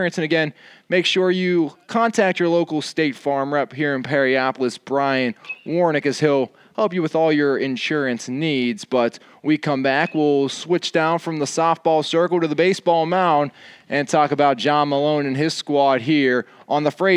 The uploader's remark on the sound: The Guys take the Podcast outside.